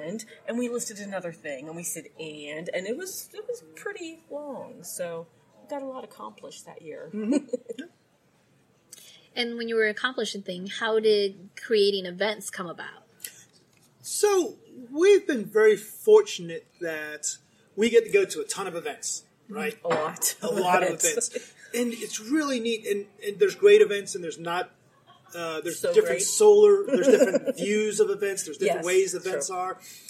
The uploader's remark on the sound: Erotic Awakening Podcast at Leather Leadership Conference